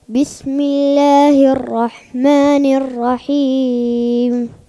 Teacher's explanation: السين قريبة فيها شوب من الشين